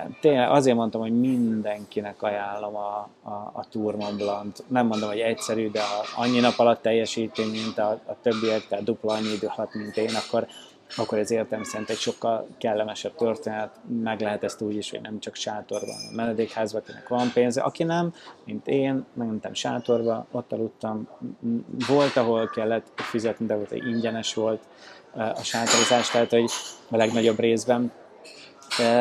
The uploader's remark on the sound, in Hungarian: A felvétel helyszínét a MAD DOG CAFE biztosította